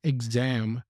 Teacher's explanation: it sounds like a g and a z, ig-zam